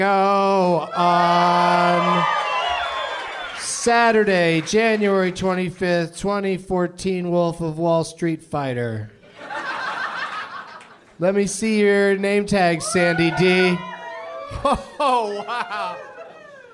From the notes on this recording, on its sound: Live from the American Comedy Company in San Diego